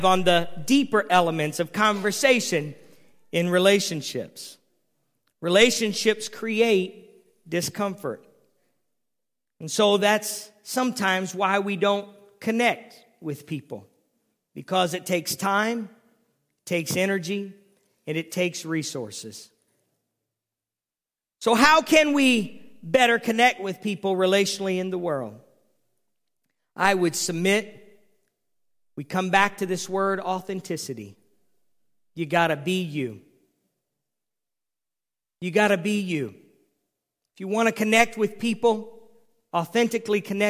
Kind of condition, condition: setting, large echoing room